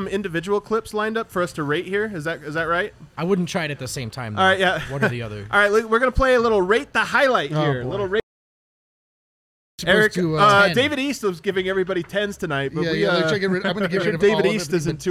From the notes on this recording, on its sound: Live from the DNVR Bar